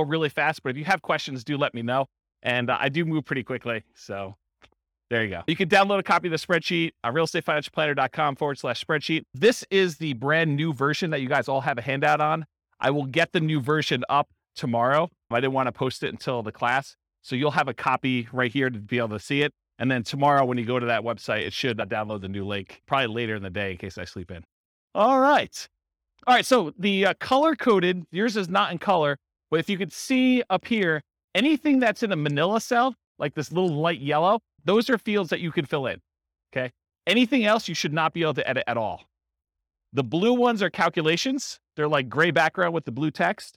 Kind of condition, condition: setting, live audience